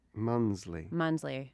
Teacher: They just sort of drop some middle syllable or two. But you turned the S into a Z, which is very smart.